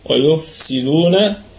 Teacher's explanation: والفاء نراعي فيها صفة الهمس صفة الهمس وصفة الرخاوة أيضا، ويفسدون. الدال فيها قلقلة نسبية، وأيضا هي مضمومة، اتصلت الضمة بحرف الواو الساكنة فأصبحت واو مادية، فهي مد طبيعي وصلا عارض للسكون وقفا.